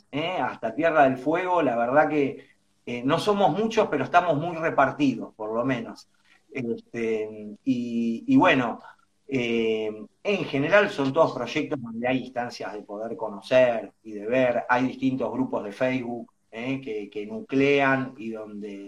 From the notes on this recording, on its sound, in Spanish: Audio de la charla en vivo por Instagram